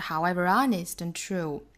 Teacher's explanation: and 若读下来成 n,并且它的尾部这个 d 是不发音的，那直接就是 honest and true, however honest and true.后面这个单词呢是 is meaningless.